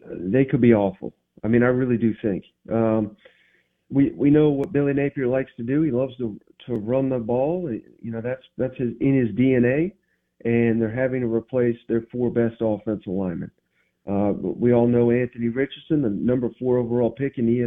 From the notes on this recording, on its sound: joins the show on the Farm Bureau guest line